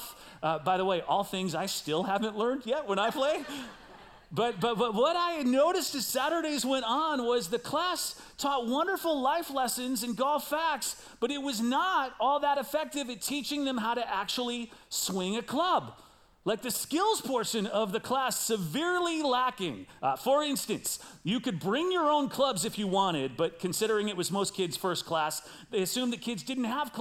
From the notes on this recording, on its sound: Recorded live at CrossWinds Church.